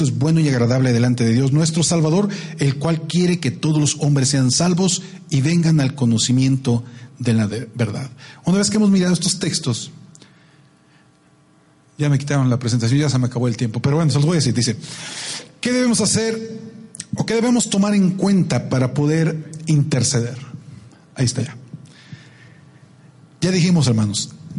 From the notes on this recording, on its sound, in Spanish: Audios de la Convocación Nacional de Adoración 2016 de la Iglesia de Dios (7º día).